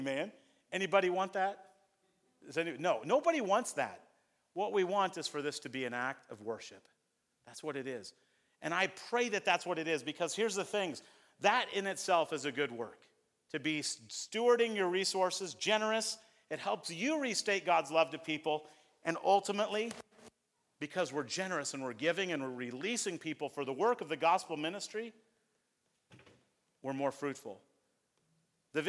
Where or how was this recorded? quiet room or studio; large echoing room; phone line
large echoing room